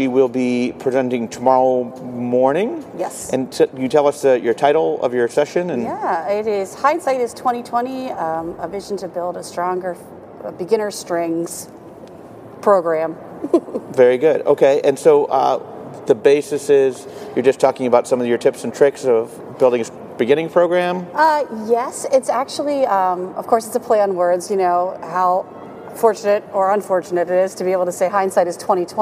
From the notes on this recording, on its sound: Live from the Midwest Clinic in Chicago!